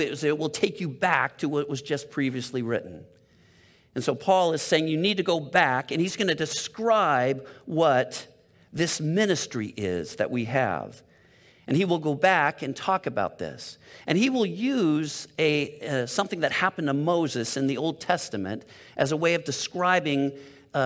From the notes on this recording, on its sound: Delivered on 12 June 2022 at Grace Church of La Verne . At Grace Church of La Verne .